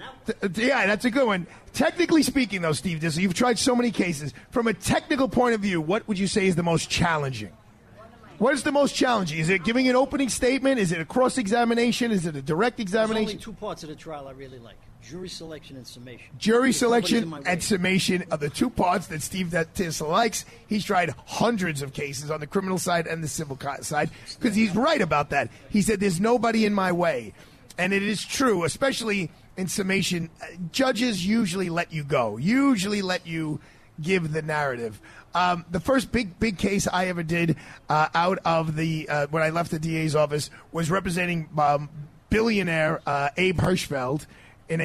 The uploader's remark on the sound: LIVE FROM MARCO POLO RISTORANTE